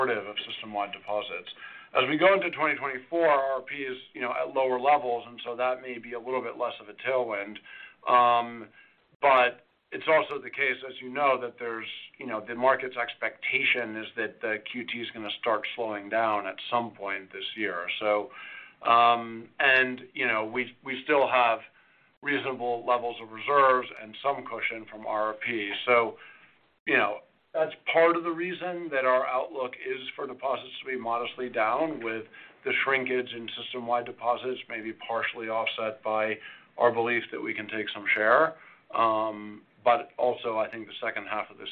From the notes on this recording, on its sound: Fourth-Quarter 2023 Earnings Conference Call of J P Morgan Chase & Co.